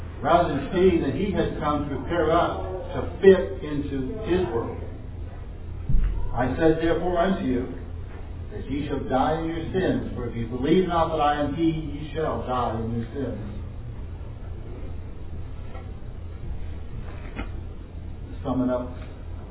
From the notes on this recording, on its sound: This was preached in an open public venue, so please forgive the background noise.